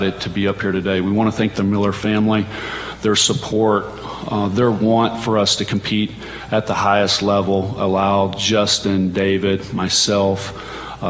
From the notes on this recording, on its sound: at a press conference in Las Vegas on Monday morning